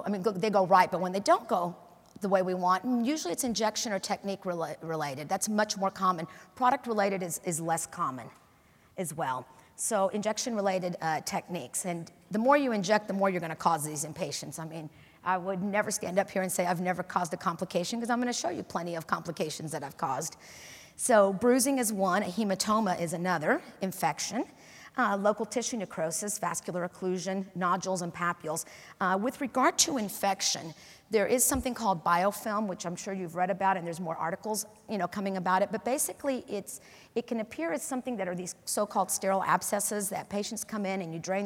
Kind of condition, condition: setting, live audience